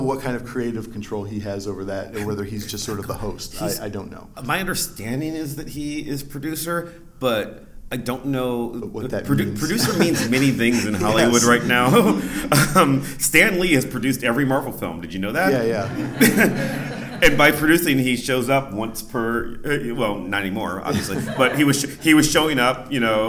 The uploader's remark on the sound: A very special episode recorded live at the 2019 TheoCon held at Messia College.